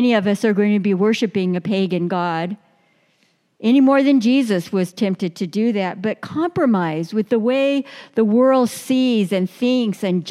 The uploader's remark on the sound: Delivered during the Traditional Worship service.